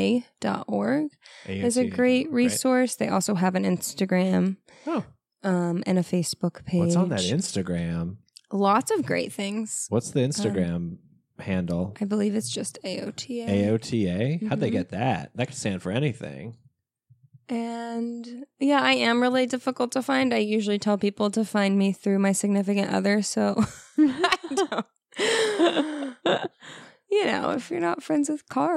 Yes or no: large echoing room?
no